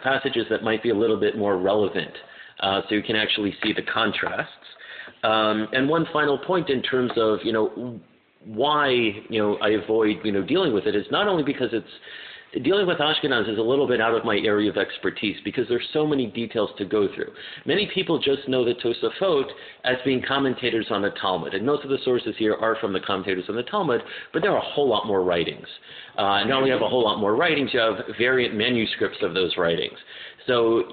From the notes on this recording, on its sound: My apologies for the poor audio quality; the batteries in my recorder ran out so I used my cell phone to record.